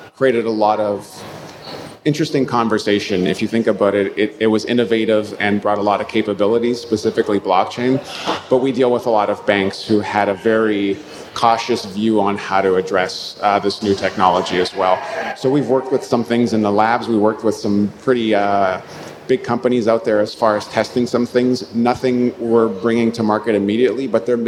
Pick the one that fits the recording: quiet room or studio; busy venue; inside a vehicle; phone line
busy venue